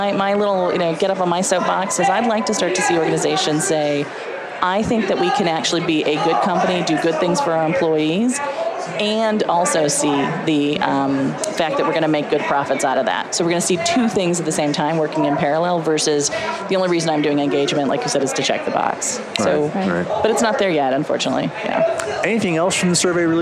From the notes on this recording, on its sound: LIVE from Las Vegas, at #HRTechConf